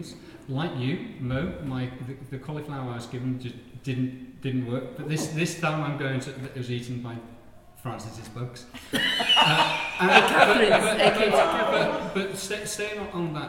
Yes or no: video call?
no